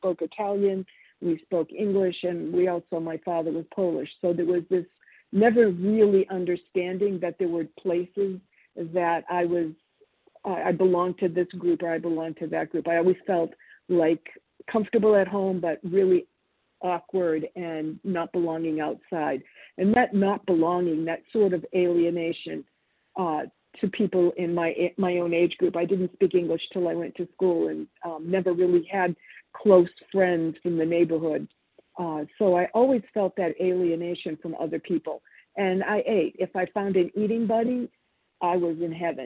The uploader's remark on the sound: 100 Pounders Phone Meeting